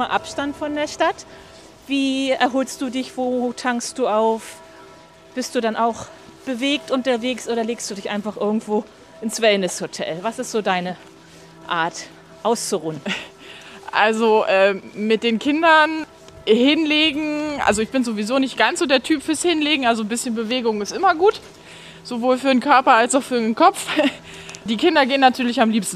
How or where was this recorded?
outdoors